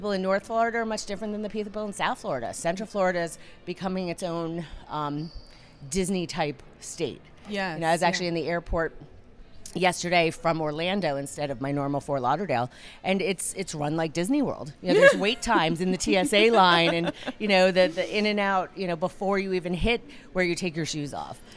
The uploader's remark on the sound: Live from ClaimsXChange